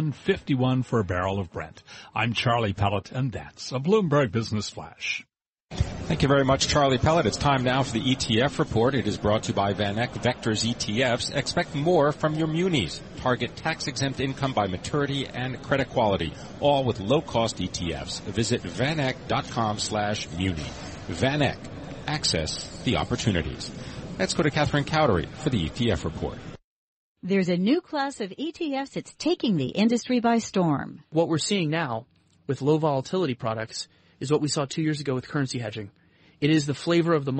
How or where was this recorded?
busy venue